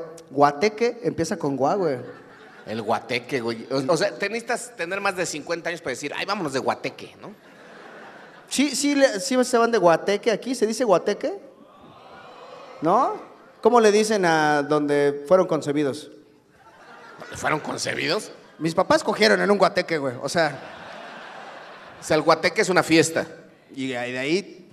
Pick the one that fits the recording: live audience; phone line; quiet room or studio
live audience